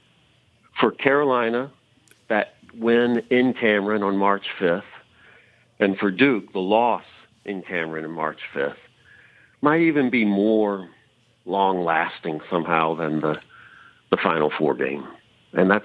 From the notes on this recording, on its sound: Phones.